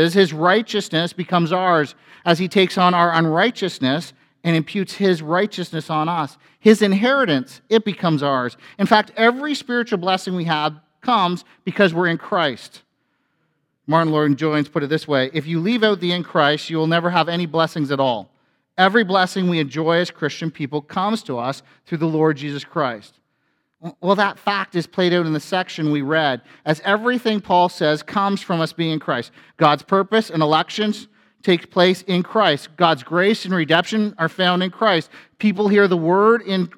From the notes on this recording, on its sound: A sermon from FBC Church in Cobourg,